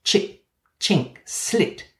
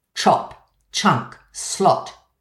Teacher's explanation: Yes, the first one, which uses a so-called front vowel, where the tongue is to the front of the mouth, chip, chink, slit, while the second uses a back vowel, where the tongue is to the back of the mouth · Shown in: second take